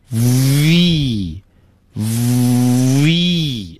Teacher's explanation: 后面跟的那个元音就是长一啊，一个 i 后面加俩点儿啊，这个字母的发音这样的，v，大家看我发这个音开头的时候，v，哎，是上牙咬着下唇，啊，气流呢明显被阻塞住了